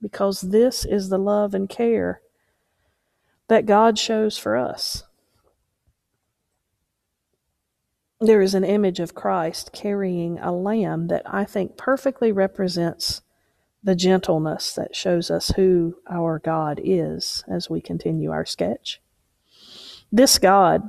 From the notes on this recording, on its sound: Preached at Unity Moravian Church